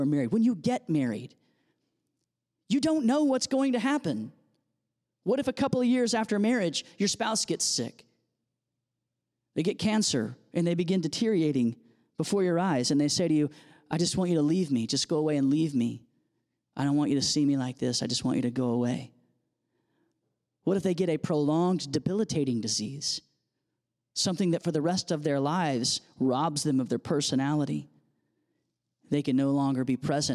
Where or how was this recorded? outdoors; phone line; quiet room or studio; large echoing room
large echoing room